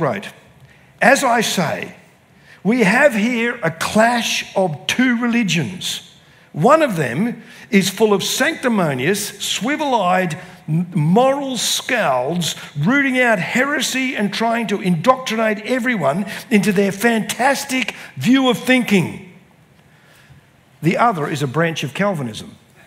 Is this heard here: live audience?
yes